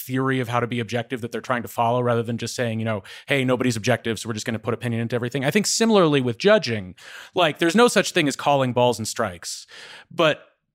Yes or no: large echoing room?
no